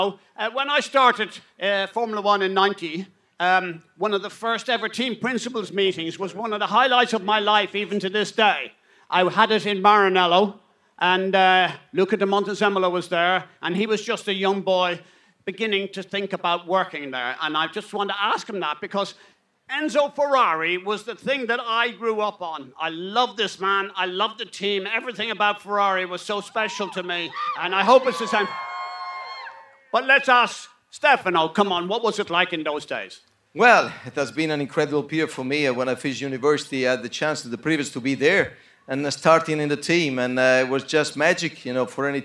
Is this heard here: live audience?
yes